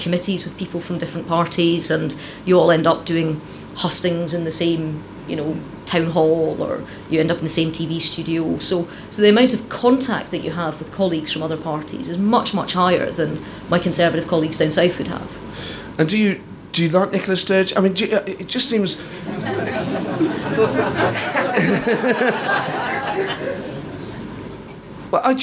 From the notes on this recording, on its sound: In a show recorded live at the Edinburgh Festival 2015.